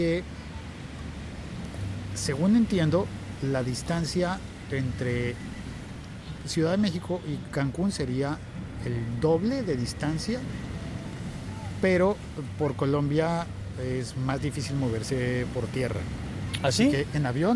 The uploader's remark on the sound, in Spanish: conversación ligera con un maravilloso paisaje sonoro mexicano